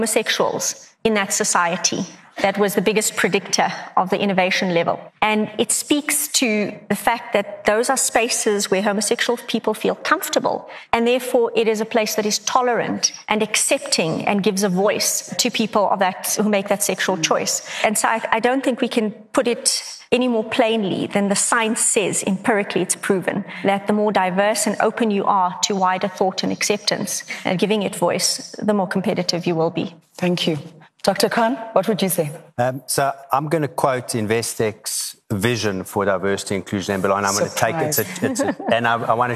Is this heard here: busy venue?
yes